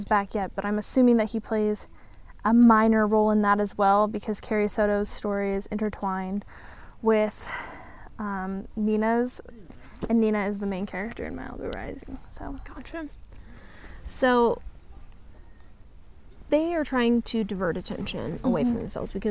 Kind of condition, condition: setting, outdoors